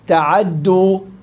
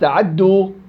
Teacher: نطق الحركة بسرعة، يبقى ثلثين ويذهب ثلث · Shown in: second take · Term: الاختلاس